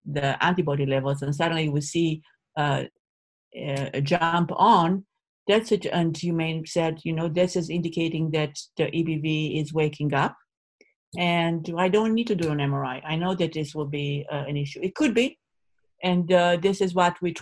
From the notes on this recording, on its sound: This interview was originally recorded as part of The MS Gym's 2020 virtual Thrive Summit.